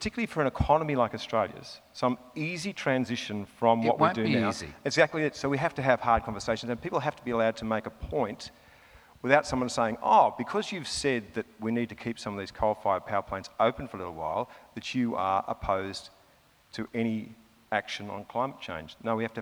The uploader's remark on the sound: recorded at the 2017 Newcastle Writers Festival